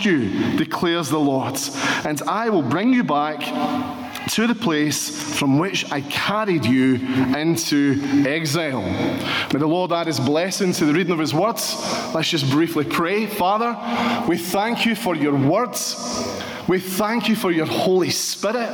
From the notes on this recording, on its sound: This message was recorded during a Sunday morning gathering.